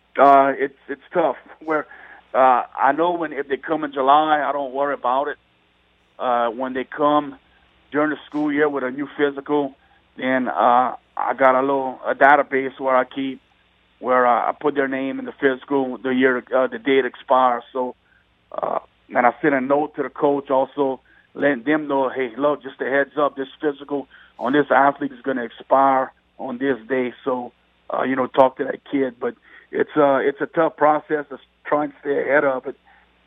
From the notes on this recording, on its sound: Go to the phone lines.